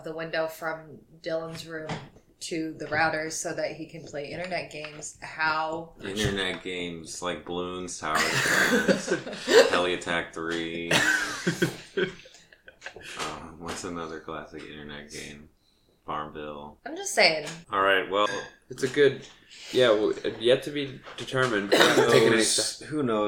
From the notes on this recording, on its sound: Trigger warning: LOTS OF SILVERWARE NOISES